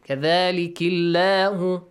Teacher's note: So if it is ki, so Allah, the word Allah, the lam in the word Allah will be pronounced lightly.